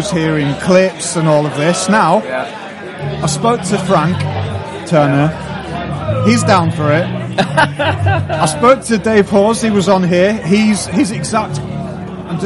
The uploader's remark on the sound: We’re back with another episode recorded at Slam Dunk 2022. Festival slots can be tricky as these conversations are often very restricted by time and guests are being ushered around a heaving press tent with music from at least 2 stages competing against each other as well as our voices.